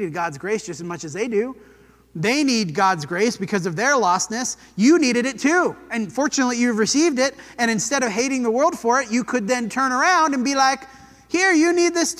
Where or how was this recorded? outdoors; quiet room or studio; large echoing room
large echoing room